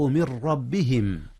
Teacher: إدغام بغير غنة، لأن الراء حينما تلتقي مع النون تدغم فيه ويدغم فيها إدغاما بغير غنة